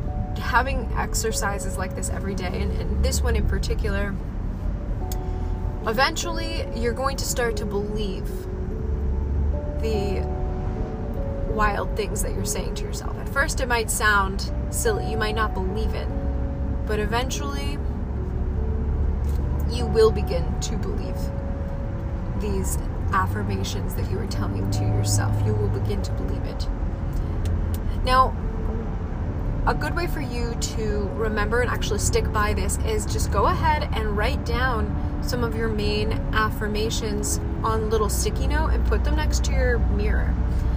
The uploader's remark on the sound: Raw, Unedited, Unfiltered Wisdom shared with you from my car.